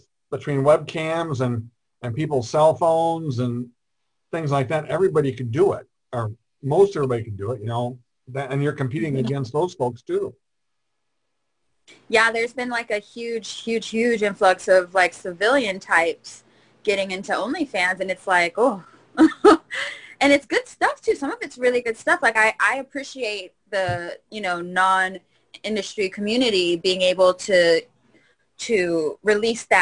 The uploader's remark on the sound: Appeared on our Zoom Show on 10/11/2020.